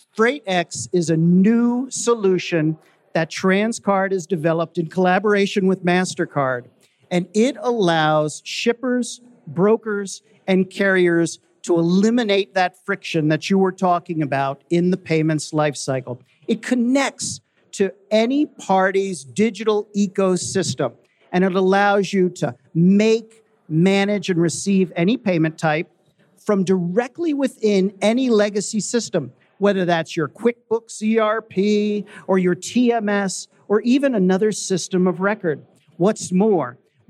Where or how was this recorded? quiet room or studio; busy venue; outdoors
busy venue